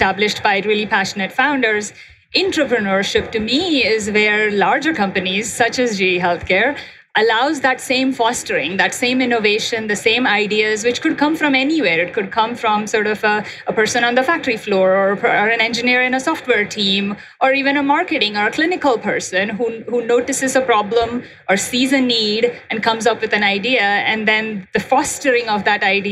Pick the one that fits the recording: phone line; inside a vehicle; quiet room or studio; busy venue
busy venue